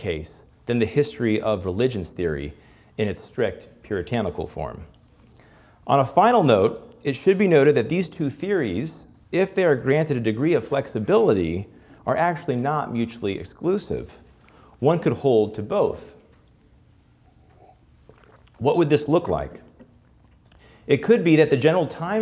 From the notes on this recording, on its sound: This Principles Live Lecture was broadcast from our annual Christmas at Christendom event. This Principles Live Lecture was broadcast from our annual Christmas at Christendom event for our President's Council benefactors.